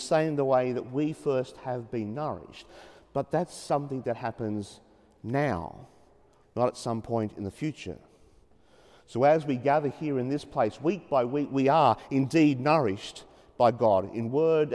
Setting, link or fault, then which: setting, large echoing room